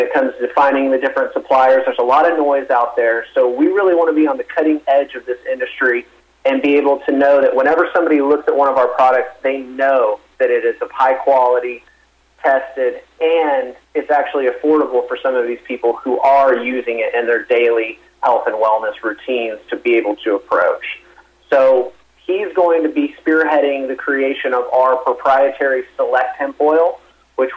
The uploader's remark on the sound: called in to SmallCapVoice.